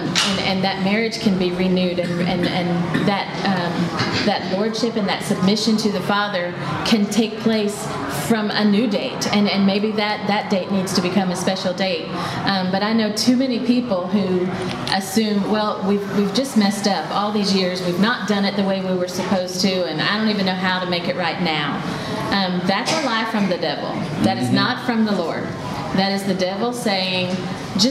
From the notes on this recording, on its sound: Today’s audio comes from the National Disciple Making Forum by Discipleship.org. D6 Family hosted a track called “Discipleship in the Home.”